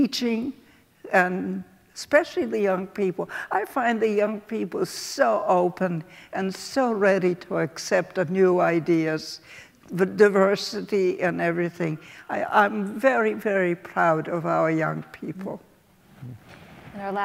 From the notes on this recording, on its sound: In this week’s Reagan Forum podcast we go back to our in-person event. This event was part of the programing for our current exhibition, Auschwitz.